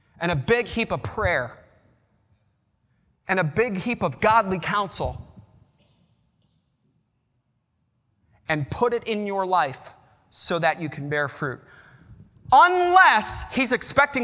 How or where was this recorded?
large echoing room